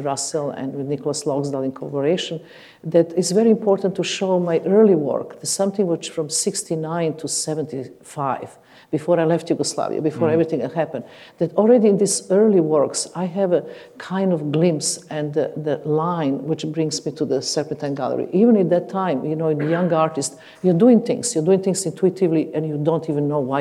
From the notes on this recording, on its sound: This event was recorded in September 2014 at the Royal College of Music, in London.